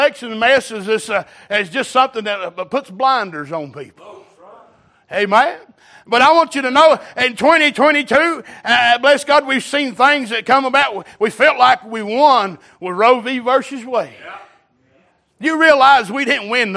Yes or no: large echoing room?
yes